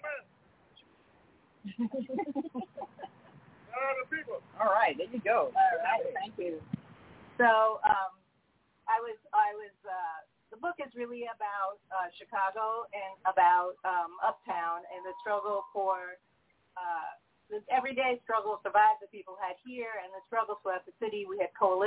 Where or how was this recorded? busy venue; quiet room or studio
busy venue